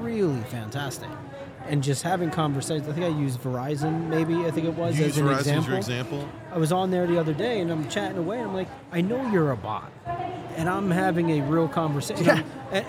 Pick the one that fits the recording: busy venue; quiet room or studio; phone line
busy venue